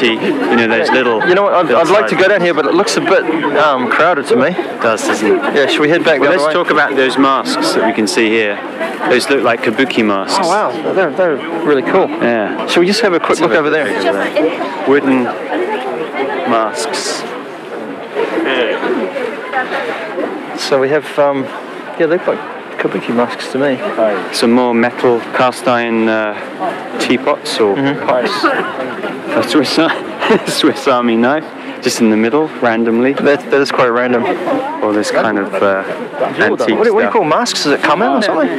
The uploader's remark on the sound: On location this week from the Boroichi Flea Market in Tokyo. Scramble around Tokyo’s oldest flea market (dating back hundreds of years!).